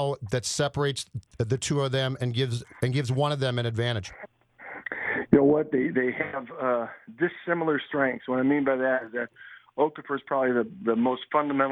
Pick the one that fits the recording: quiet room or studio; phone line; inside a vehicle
phone line